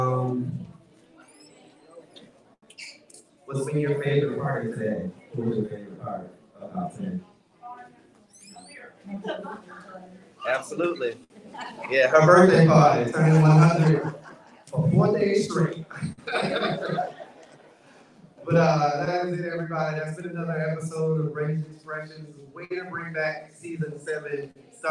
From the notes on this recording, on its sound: Audio is not great.